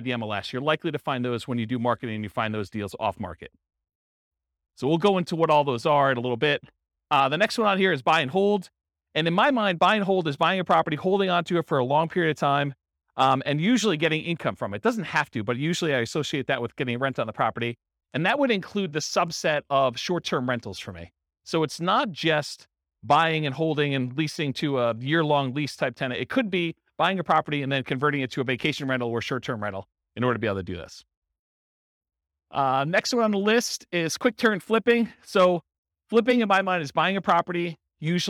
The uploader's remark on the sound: This was a live class recorded